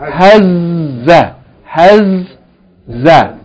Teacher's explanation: Just hold the shadda on the zay means, yani, emphasize it.